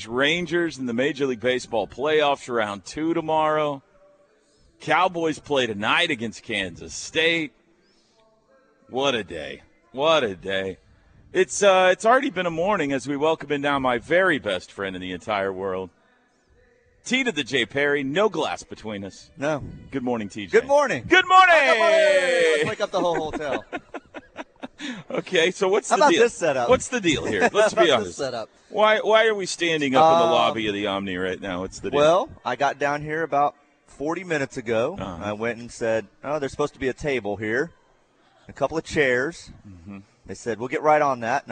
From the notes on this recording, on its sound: Go live from the Omni in Dallas at the OU Alumni's Boomer Bash.